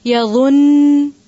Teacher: نون کو ہم آخری حرف کو ہم ساکن کریں گے، لیکن یظن نہیں پڑھیں گے، یظن. تھوڑا سا وقف کرتے وقت اس ساکن کو بھی لمبا کریں گے کیونکہ یہ مشدد حرف ہے. یاد رہے گا، مشدد حرف کو سٹاپ کرتے وقت ساکن کریں گے، اور ساکن بھی جب کریں گے تو تھوڑا سا لمبا کریں گے.